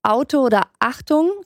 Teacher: Es gibt Knacklaute, die am Ende eines Wortes kommen, die wir üblicherweise am Anfang haben, also zum Beispiel in Auto oder Achtung, ganz am Anfang bei dem Vokal, den man sagt, da ist so ein leichter Knacklaut. Man sagt ja nicht H, sondern A.